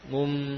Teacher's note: nun bertemu ba, maka tidak lagi dibaca dari ujung lidah, namun pada apa, bibir · Term: iqlab